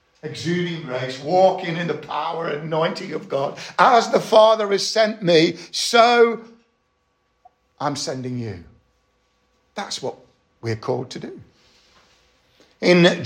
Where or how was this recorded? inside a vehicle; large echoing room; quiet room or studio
large echoing room